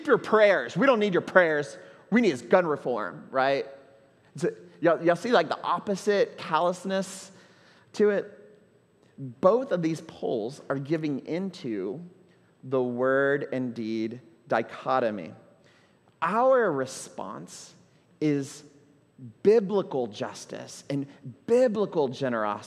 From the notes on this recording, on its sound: at Trinity Church, Puerto Rico